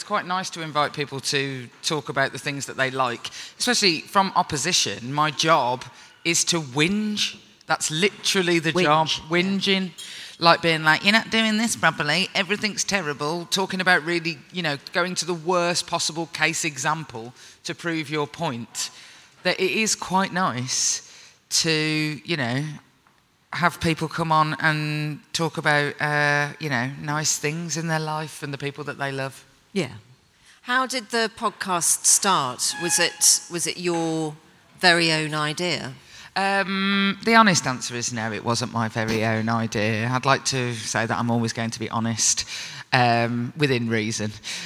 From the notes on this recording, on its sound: at Podcast Day 24 for a panel discussion